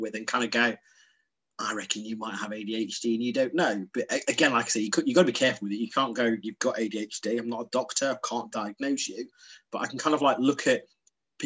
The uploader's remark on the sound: Over zoom from the Zen Den.